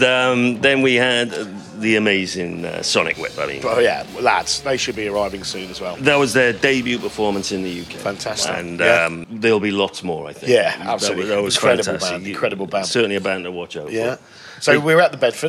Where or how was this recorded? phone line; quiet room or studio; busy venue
busy venue